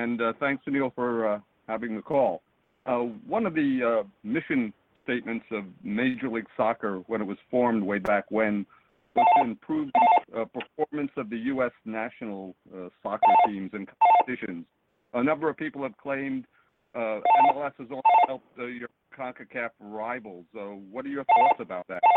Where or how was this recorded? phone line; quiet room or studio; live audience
phone line